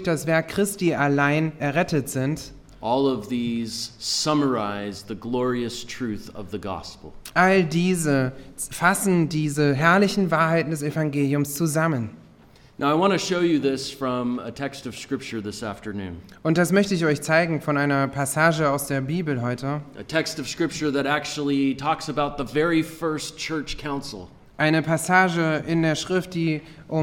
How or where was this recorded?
large echoing room